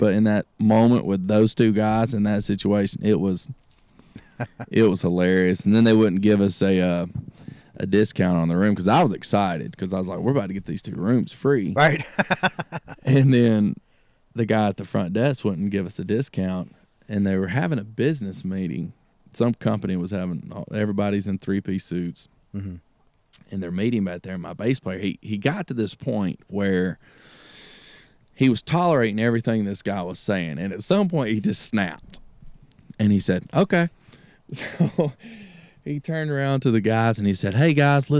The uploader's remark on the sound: live from "the Bird's Nest"